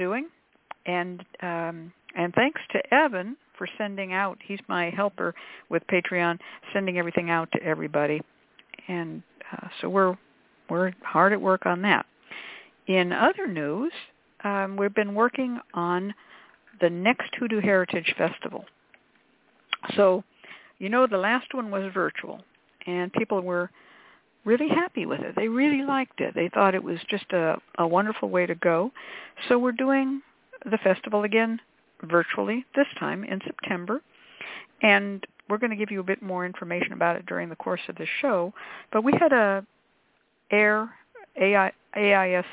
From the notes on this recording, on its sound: The Lucky Mojo Hoodoo Rootwork Hour is a real, live call-in show where the general public gets a chance to ask about actual problems. We begin this show with a Discussion Panel.